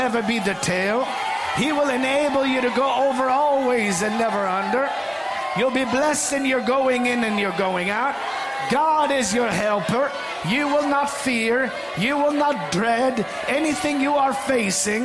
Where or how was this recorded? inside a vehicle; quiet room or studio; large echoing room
large echoing room